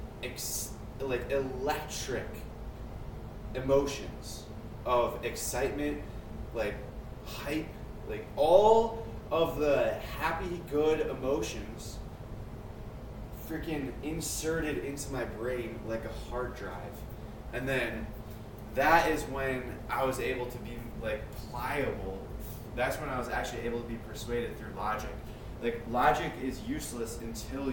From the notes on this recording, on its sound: Sorry about audio, I don't notice until after Practice #70.